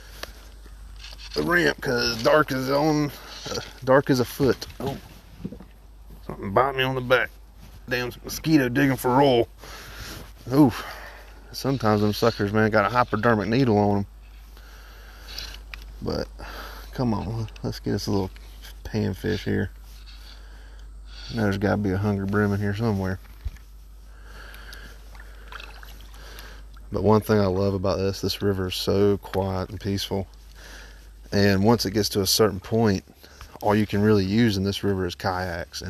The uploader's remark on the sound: Recording from the Kayak!